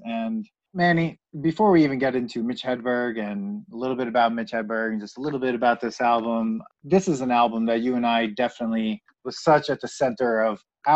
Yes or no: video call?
yes